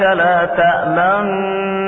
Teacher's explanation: بهذا الإشمام نأتي بصوت جزئي من حركة الضمة